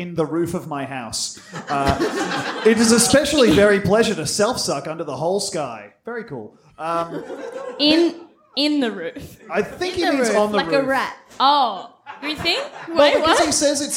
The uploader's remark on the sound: Bst LIVE at the vanguard 2020. We did a live episode!